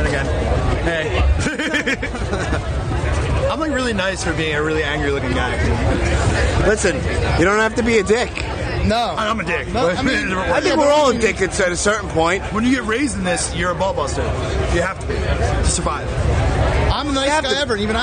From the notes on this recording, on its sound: Recorded Live from This Is Hardcore 2018 at The Electric Factory in Philadelphia. Yes, it's hectic in the background and people make little cameo appearances... This is what happens when you have no map to follow when doing a Live podcast from a hardcore festival with thousands of people.